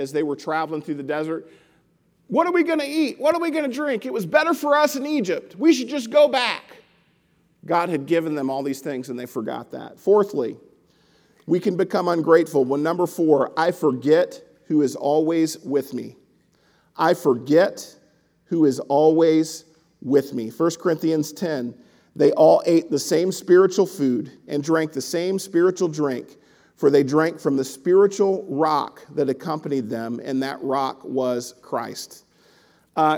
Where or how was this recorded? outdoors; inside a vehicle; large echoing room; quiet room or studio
large echoing room